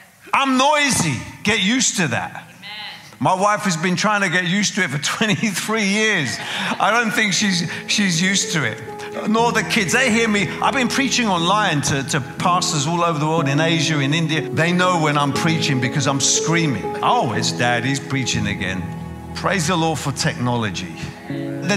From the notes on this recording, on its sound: preaching at a CCF Ministries in Lowell